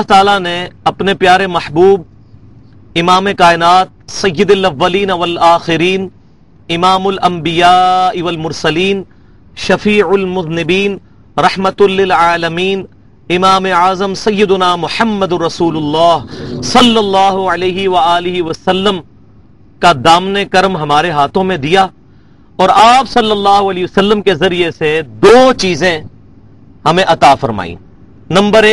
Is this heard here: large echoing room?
yes